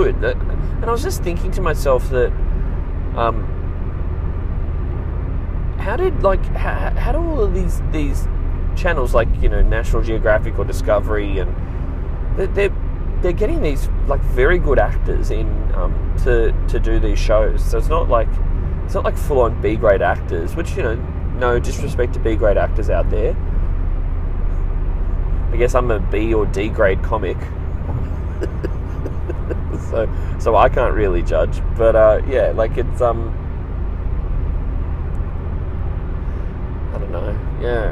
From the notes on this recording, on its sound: I'm back in the car